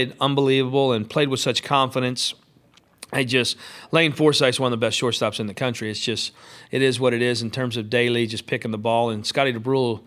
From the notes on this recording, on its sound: postgame, CWS Final press conference